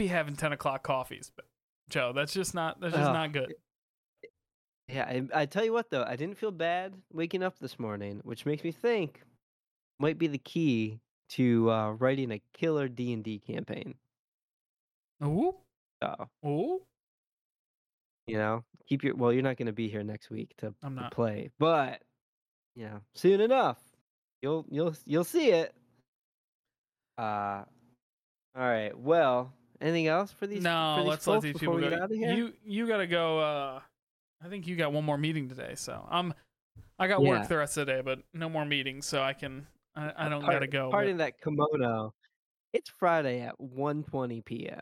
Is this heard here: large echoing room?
no